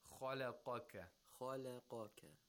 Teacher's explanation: We have a خَا and a قَاف. Both are letters of إِسْتِعْلَى. They have to be pronounced with تَفْخِيم. And لَام in between. The لَام should not be pronounced with تَفْخِيم. So we use the shape of the lips to help us pronounce these two letters of تَفْخِيم correctly.